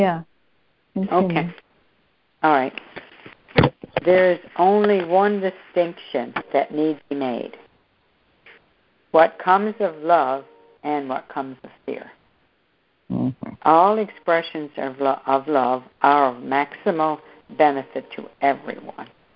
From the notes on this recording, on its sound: Students are joining together on a Free Conference Call to study A Course of Love [ACOL].